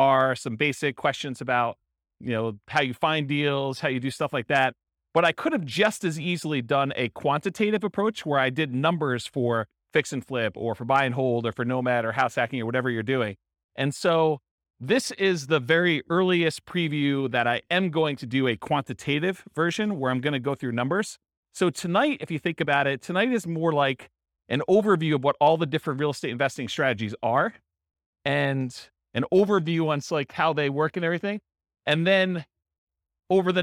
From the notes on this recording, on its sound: This was a live class recorded